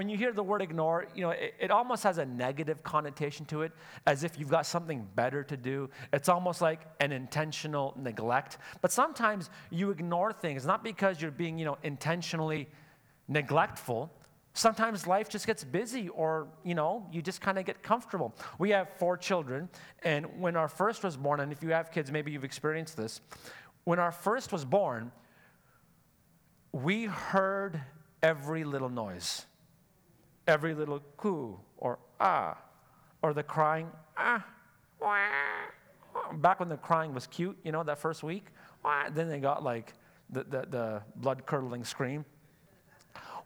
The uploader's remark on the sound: Sunday Service live broadcast